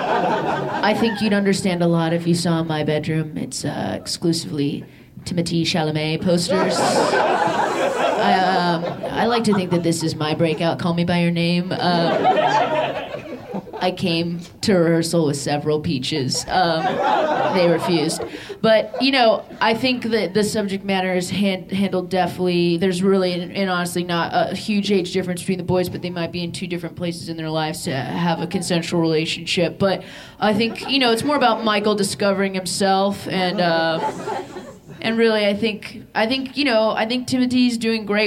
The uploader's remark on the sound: LIVE at Good Good Comedy in Philadelphia. This episode was recorded live.